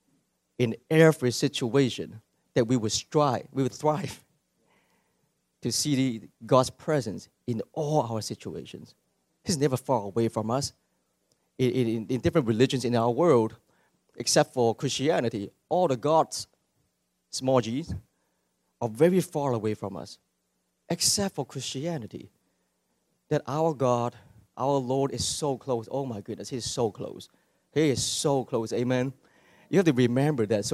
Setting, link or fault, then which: setting, large echoing room